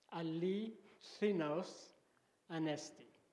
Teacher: And the thi is with your tongue out.